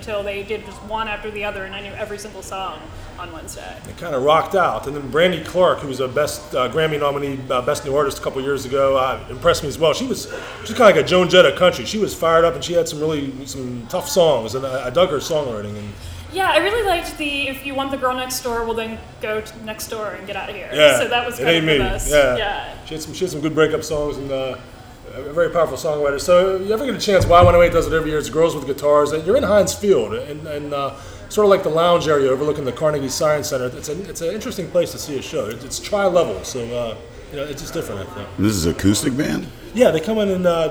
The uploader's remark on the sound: head to Wooley Bully's in New Brighton for this week's episode